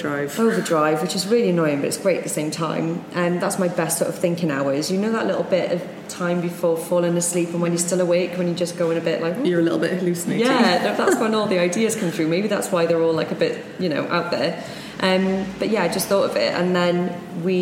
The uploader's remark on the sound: This episode of the show was recorded live at the Birchbox x Oliver Bonas Co-Working space in London.